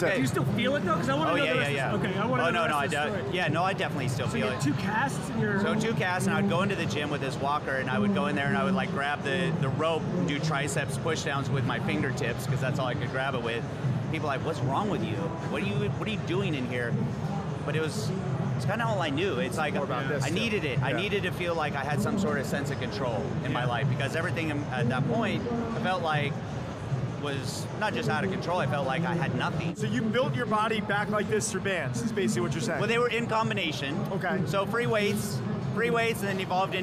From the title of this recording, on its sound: Reps Live From Olympia